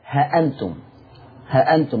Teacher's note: طيب ورش عن نافع، أولا هيحذف الألف بعد الهاء، ورش هيعمل حذف للألف بعد الهاء